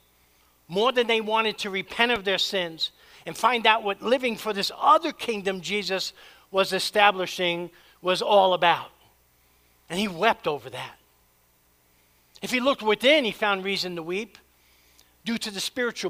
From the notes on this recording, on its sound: preached at Church of the Savior